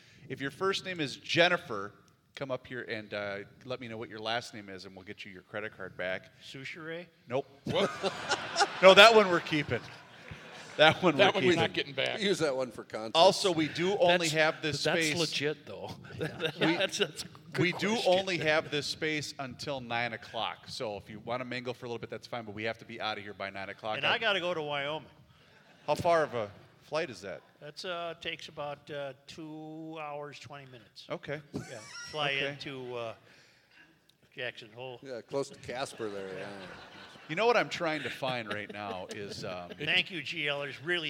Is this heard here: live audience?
yes